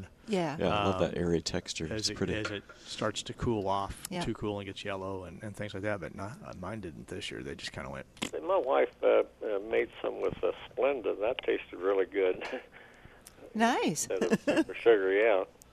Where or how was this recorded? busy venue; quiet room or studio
busy venue